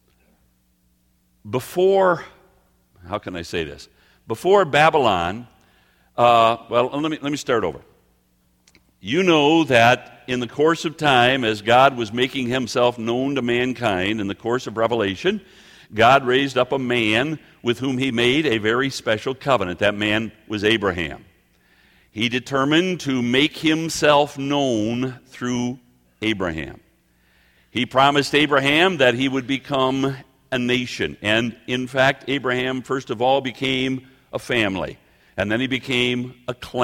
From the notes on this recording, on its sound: Prophetic messages given at our annual prophecy conferences.